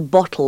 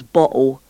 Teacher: Sort of lose the consonants and sort of start putting in these glottal stops · Shown in: second take